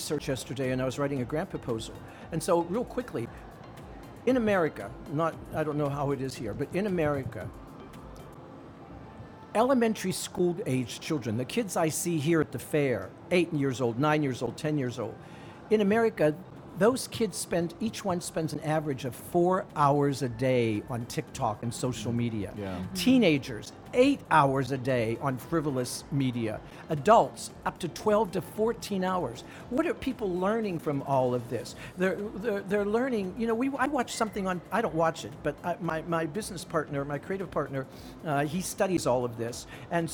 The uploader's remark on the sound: Live from SIBF 2022